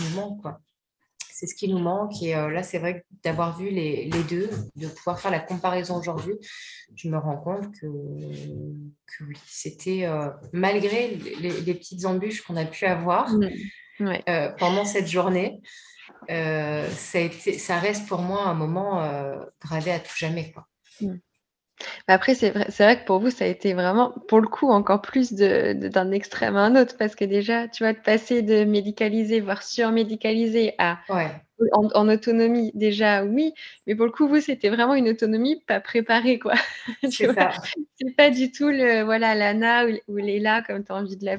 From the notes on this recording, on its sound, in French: Vous remarquerez peut-être quelques faux raccords lors de l'épisode. Nous avons enregistré en plein Mercure rétrograde, un soir et le internet n'était pas très amical avec nous !